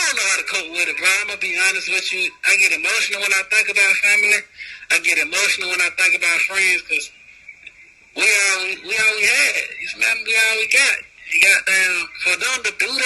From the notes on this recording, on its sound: Phone Interview From Prison. Called us from prison via video phone.